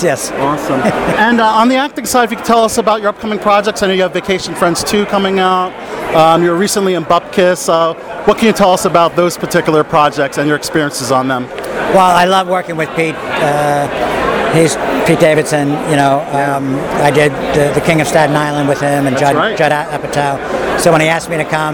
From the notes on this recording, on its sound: In-person interviews from the 2023 Tribecal Festival. At the red carpet of his fifth directorial effort "The Listener".